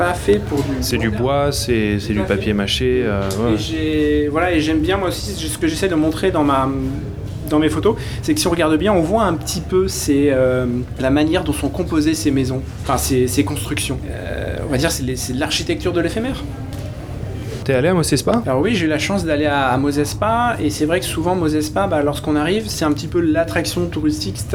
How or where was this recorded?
busy venue